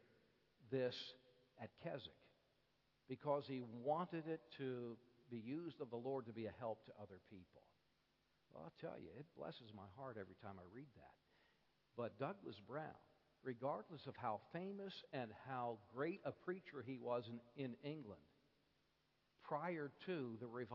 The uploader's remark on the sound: Bible Conference Evening Service.